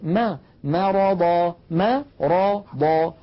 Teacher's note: يعني مثلا أن يقول فزادهم الله مرضا مرضا، يفخم الميم، الميم ليست من الحروف المفخمة، ما لا يقول، لا تقول العرب مرضا بل تقول ما مرضا ما رضا.